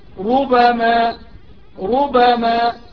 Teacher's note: ليست بتشديد الباء، بل هي بالباء المفتوحة المخففة